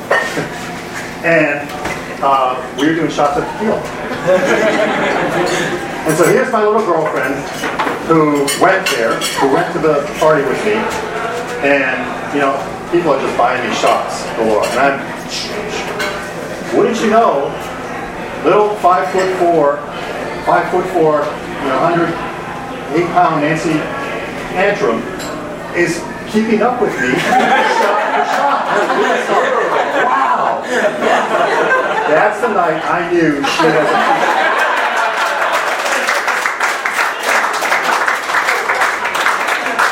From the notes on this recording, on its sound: Arlington TOT is held on the second Monday of each month at O'Sullivan's Irish Pub located at 3207 Washington Blvd., in Arlington, VA, across from St.